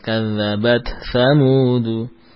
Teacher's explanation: Jadi dibaca seperti halnya ta yang di belakang kadzabat. Ya, ada nafas keluar dari tempat makhraj ta kadzabat. Kemudian huruf ta juga ya dibaca. · Term: idhar